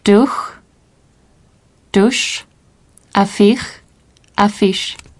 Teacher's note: Le groupe SCH dans des mots étrangers se prononce ch, et parfois aussi, surtout en fin de mot, comme un S rétroflexe, c'est-à-dire articulé avec la pointe de la langue retournée, dirigée vers l'arrière de la bouche.